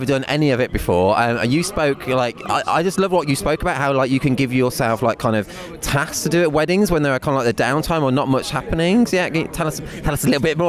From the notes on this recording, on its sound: I once again took a little travel mic to the amazing Doc Day - the one-of-a-kind documentary wedding photography conference. Mini-interviewing almost 40 photographers from all over Europe. I spoke to the founders, speakers and attendees alike. Some slightly tipsy after-party ramblings.